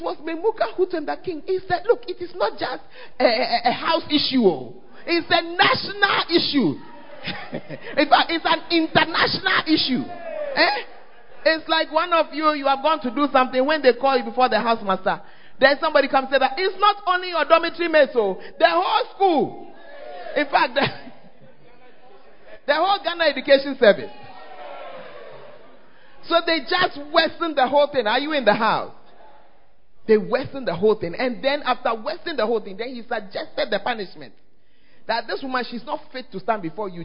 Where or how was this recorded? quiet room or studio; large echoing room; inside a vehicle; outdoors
large echoing room